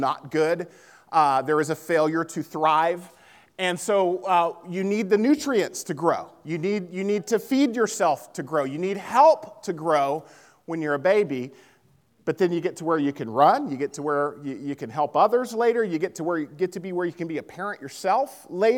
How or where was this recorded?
large echoing room